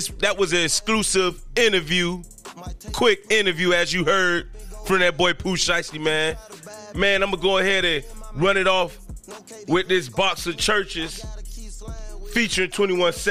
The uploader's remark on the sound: Today I got a phone call.